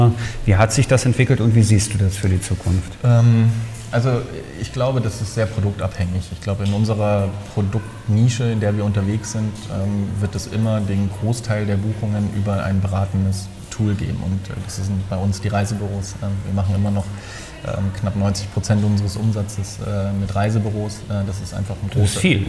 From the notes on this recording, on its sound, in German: "talks ´n voices" - von den Counterdays live Mallorca 2021